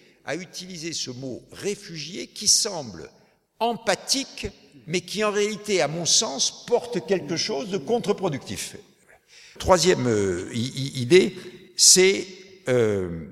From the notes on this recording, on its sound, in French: Dans le cadre des Conférences d'Aurore "Comprendre pour mieux agir", écoutez les questions de la salle et la conclusion de la journée. Depuis l'Archipel, à Paris.